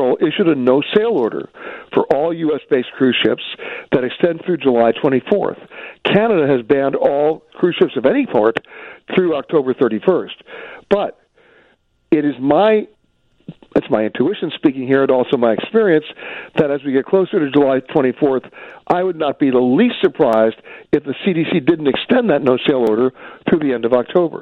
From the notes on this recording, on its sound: he takes your phone calls